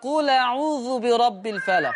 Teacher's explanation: شيل الهمزة وخد الفتحة حطها على اللام فتبقى قل أعوذ برب الفلق.